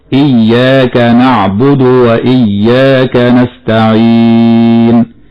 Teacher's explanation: تقرأ بضم الدال في حالة الوصل، لكن بدون مبالغة في الضمة ولا بسكونها في حالة الوصل. ومن الخطأ تلاوتها نعبد بزيادة واو بعد الدال، فبعض الناس ينطقها خطأ بالمبالغة في ضمة الدال حتى يأتي بعدها بواو، وهذا خطأ، فينطق هكذا: إياك نعبد وإياك نستعين، وهذا خطأ. · ومن الخطأ تلاوتها نعبد بزيادة واو بعد الدال، فبعض الناس ينطقها خطأ بالمبالغة في ضمة الدال حتى يأتي بعدها بواو، وهذا خطأ، فينطق هكذا: إياك نعبد وإياك نستعين، وهذا خطأ. والصواب ضم الدال من غير مبالغة، هكذا: إياك نعبد وإياك نستعين.